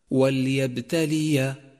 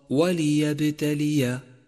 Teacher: رابعا، تأمل قوله تعالى وليبتلي الله، وانتبه إلى أن اللام الأولى في كلمة وليبتلي لام مكسورة، وخطأ شائع أن تسكنها · Shown in: second take